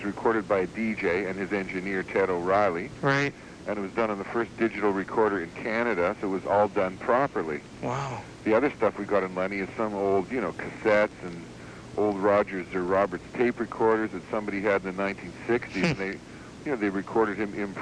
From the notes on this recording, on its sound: A short phone interview I did many years ago.